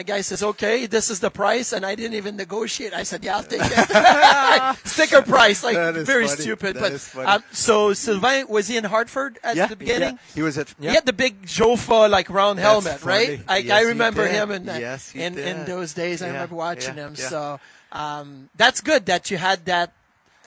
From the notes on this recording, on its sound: Live at Sabres Alumni golf tournament.